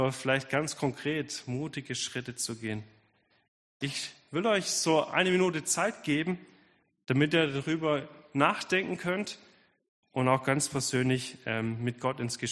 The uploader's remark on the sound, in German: Predigt der Sueddeutschen Gemeinschaft Ditzingen